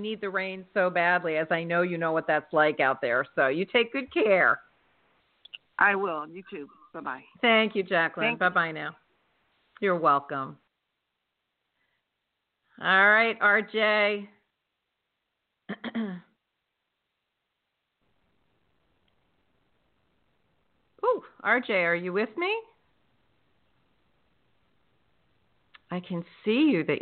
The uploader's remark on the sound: in response to callers' questions